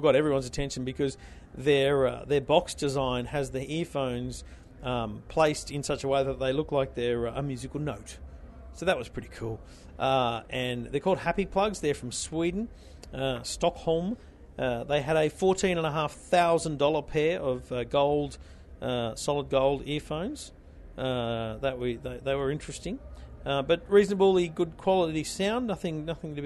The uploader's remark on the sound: Live From The Consumer Electronics Show In Las Vegas